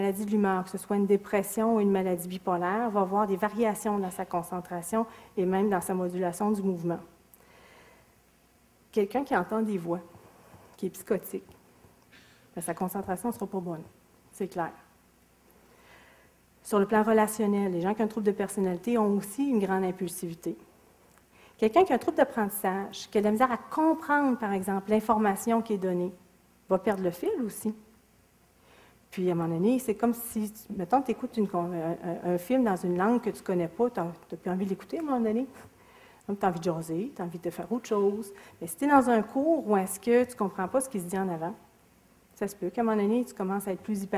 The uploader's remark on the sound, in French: Extrait de la conférence. Au cégep de Sainte-Foy.